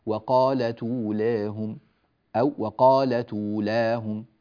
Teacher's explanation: فنأخذ هذه الضمة وننقلها إلى التاء تصير وقالت، ونحذف هذه الهمزة